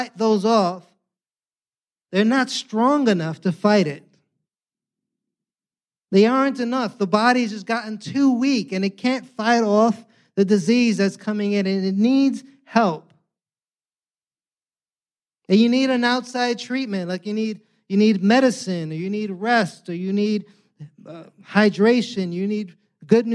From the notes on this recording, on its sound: preached this Good Friday sermon on Friday, April 7th, 2023, at Catalyst Church San Diego.